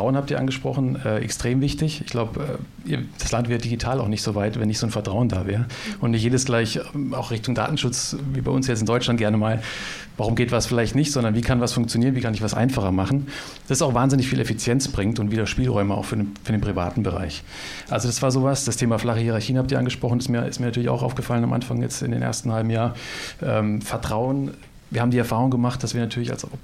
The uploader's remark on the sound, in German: Unsere aktuelle Folge ist die Aufnahme unseres Live-Events im Goethe-Institut Oslo. Reden vor Publikum.